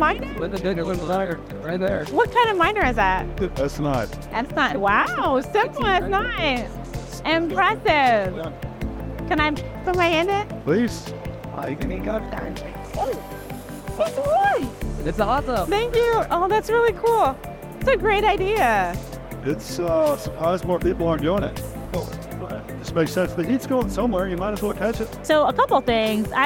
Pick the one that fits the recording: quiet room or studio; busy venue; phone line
busy venue